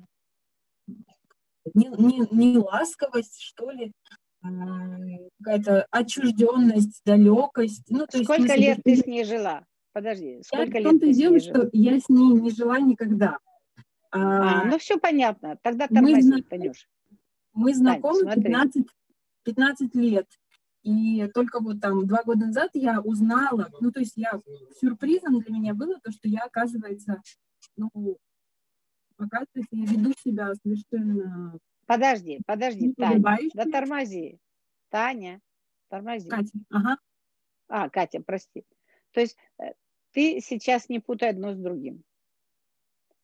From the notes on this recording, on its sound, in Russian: Zoom-эфир. Запись прямого эфира с ответами на вопросы.